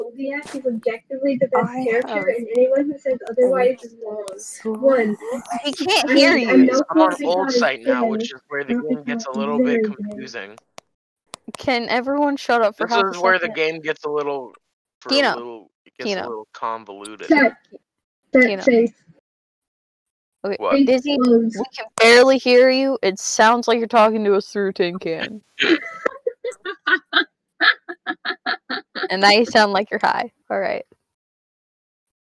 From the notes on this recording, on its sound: Yes, the audio is shit. That, and we had to redo this sixteen times because the recording bot kept disconnecting itself halfway through the session.